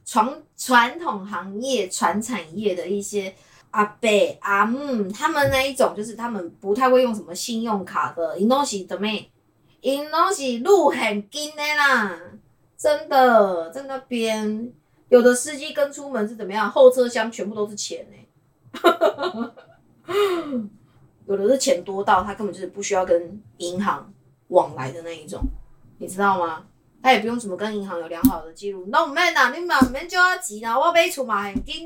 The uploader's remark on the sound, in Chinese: 收音若不佳請包涵